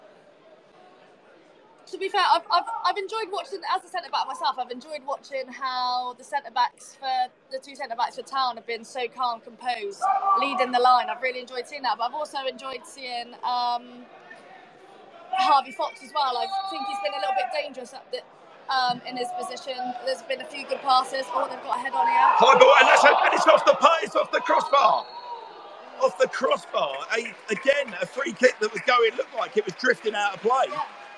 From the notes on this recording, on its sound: Preview and live comms as Swindon Town take on Westbury United in the Wiltshire Premier Shield final at The County Ground.